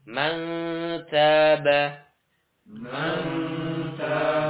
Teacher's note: Kita baca mantaba, mantaba, ya. Jadi lidahnya persiapan ke huruf ta, belum menempel ke makhrajnya ta. · Term: ikhfa